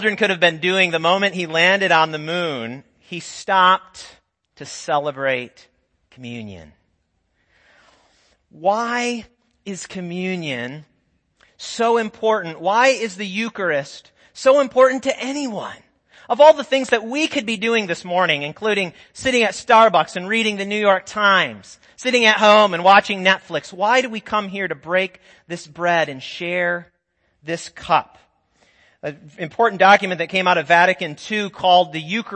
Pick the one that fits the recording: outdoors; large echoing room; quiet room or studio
large echoing room